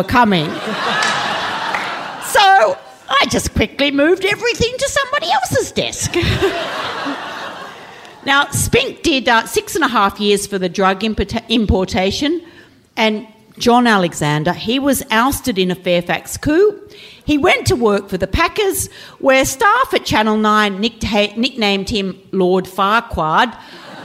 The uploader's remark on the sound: Recorded live, in front of a massive SOLD OUT crowd at Giant Dwarf.